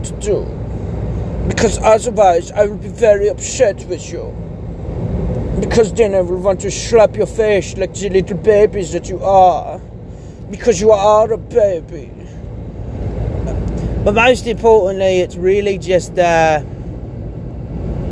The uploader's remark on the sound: Just me screwing about in the car